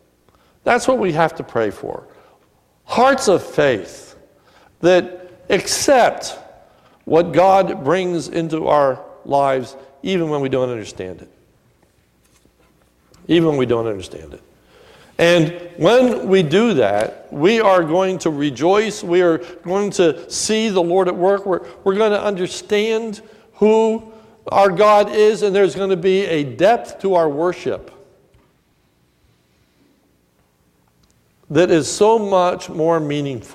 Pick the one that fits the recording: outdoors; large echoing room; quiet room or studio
large echoing room